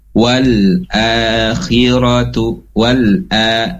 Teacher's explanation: hamzah dibaca panjang dua harokat, dinamakan mad badal